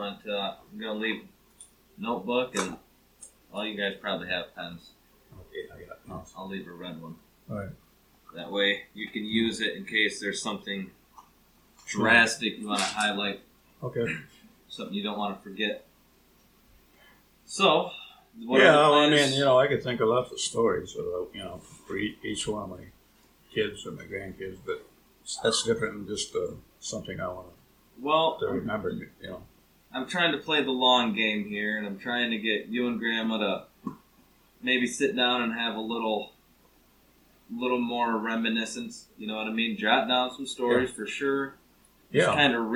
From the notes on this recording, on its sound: This is the second recording with my Grandma and Grandpa together. It is shorter than I would have liked and audio quality is not the best, but I cleaned it up the best I could.